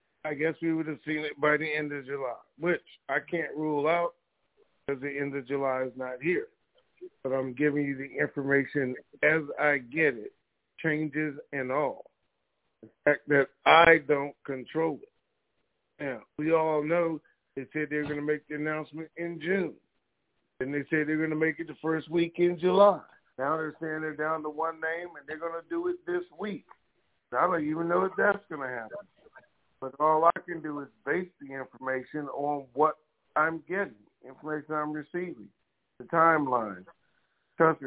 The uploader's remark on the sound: TNTSuperfantastic Conference Call.